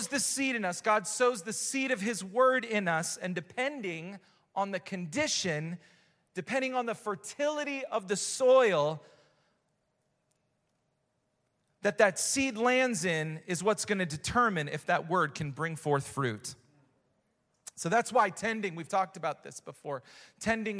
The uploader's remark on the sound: Recorded live at Hope Church in Springfield Mo.